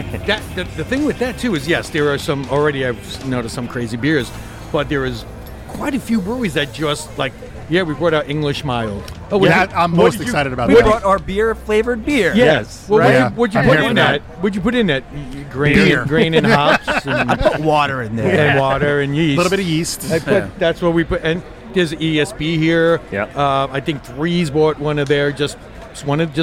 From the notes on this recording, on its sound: LIVE at Blue Point Cask Fest 2023. South Shore, Lithology, Spider Bite, Ghost, Barrage, Bucket Brigade and the LIBME home-brew clubs sit and chat about their best memories from this annual festival now in its 20th year!